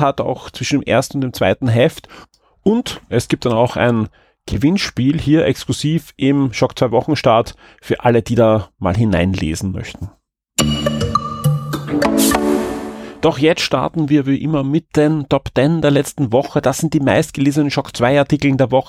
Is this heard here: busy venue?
no